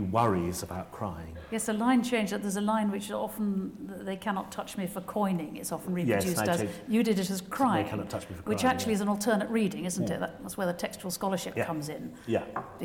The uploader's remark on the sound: Cameron Mackintosh Professorship at St Catherine's College. Delivers his inaugural lecture.